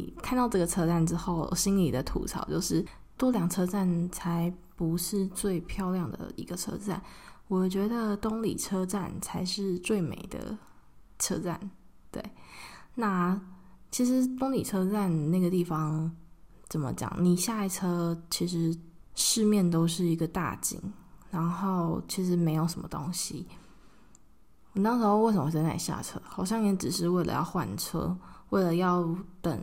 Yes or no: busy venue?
no